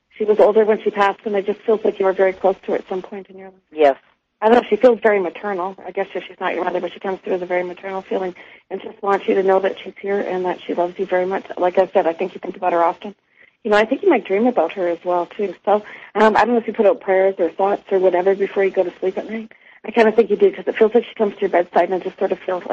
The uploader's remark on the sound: Later in the show, we open the phone lines up